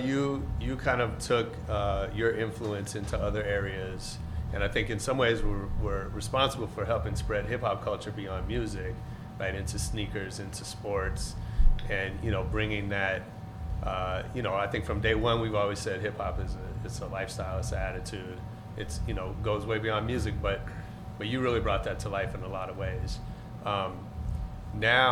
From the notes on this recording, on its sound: This week we come at you live and direct from the world Los Angeles premiere. It’s a short interview because we taped right before the film started.